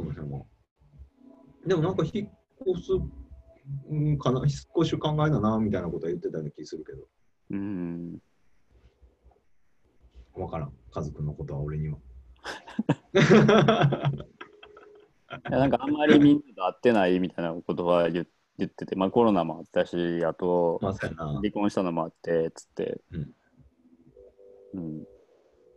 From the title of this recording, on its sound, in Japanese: zoom】中川木工芸比良工房 × -CONNECT